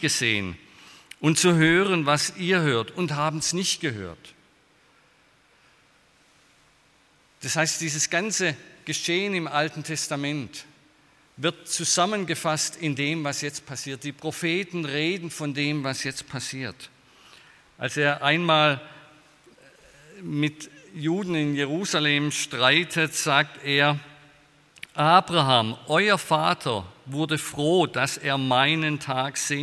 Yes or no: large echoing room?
yes